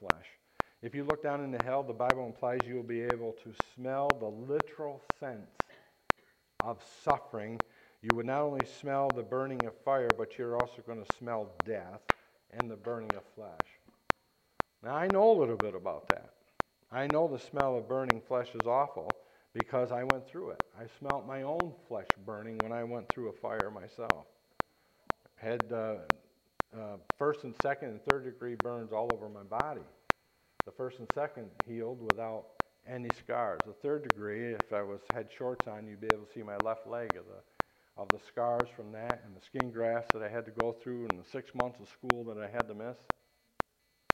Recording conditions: large echoing room